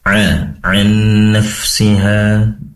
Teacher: Kemudian ain nafsiha, huruf ain yang tadi terdengar kurang tepat karena ain ini berasal dari tenggorokan bagian tengah, maka perlu dimaksimalkan ya tenggorokan bagian tengah.